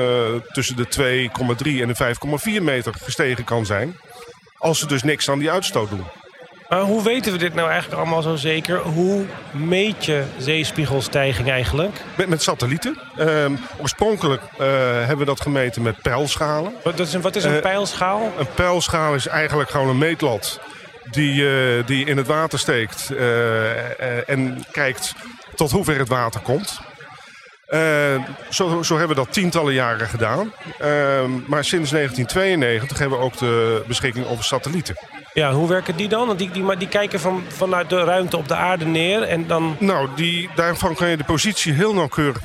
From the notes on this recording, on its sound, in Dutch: Deze podcast is opgenomen tijdens het Deltacongres 2019 in Goes, en gemaakt in opdracht van het Deltaprogramma.